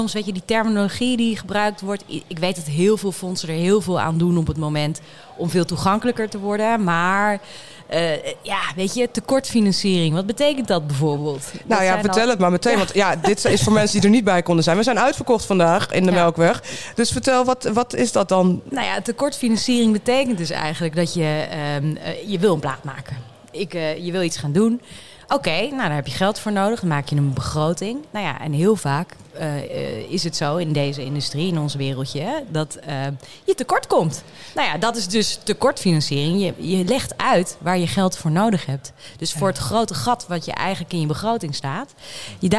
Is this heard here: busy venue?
yes